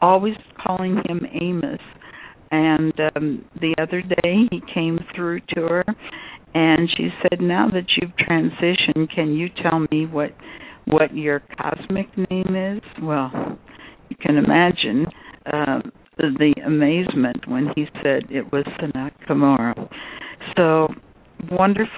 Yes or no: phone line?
yes